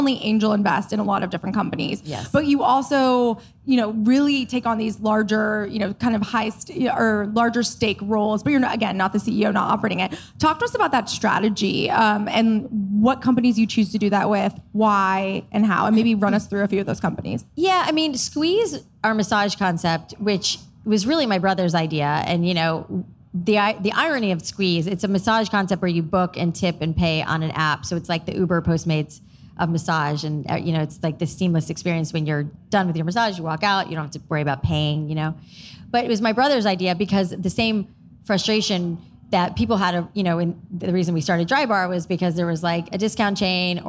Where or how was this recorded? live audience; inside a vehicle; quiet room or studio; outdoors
live audience